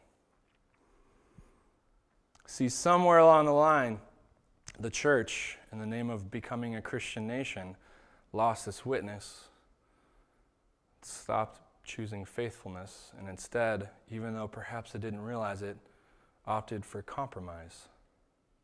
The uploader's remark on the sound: This was the sermon that was preached at Shelton Church of the Nazarene on September 22nd, 2019